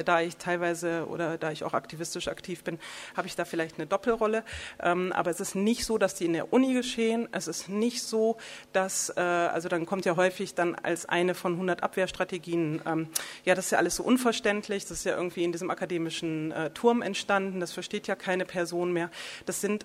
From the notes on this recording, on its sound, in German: Ihr hört Vortrag und Diskussion der Veranstaltung vom 02.